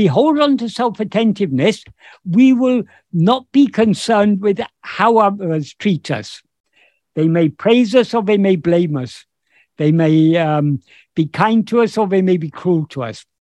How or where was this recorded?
video call